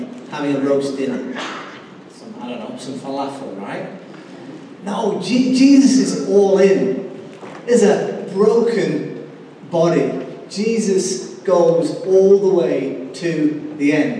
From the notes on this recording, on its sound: Recorded live at Life Church on Sunday 21st April 2019.